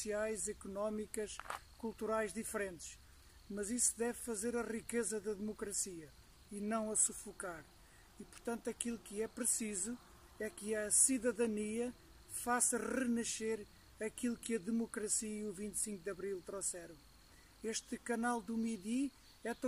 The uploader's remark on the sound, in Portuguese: Uma crónica audiovisual, que gravou no meio da sua peregrinação de bicicleta pelo sul de França. A crónica foi gravada junto ao canal do Midi, caminho fluvial, de irrigação dos campos agrícolas e também uma grande ciclovia percorrida por milhares de ciclistas.